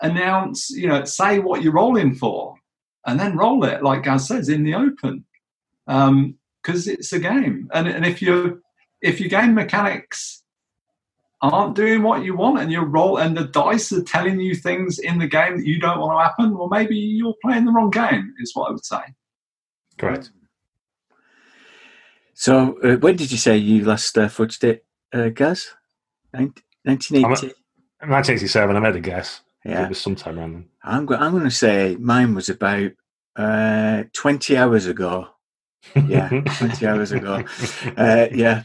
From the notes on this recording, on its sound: At GROGMEETish2020. To end the event we recorded this live panel in the Zoom of Role-Playing rambling (with an audience of over 50 people!).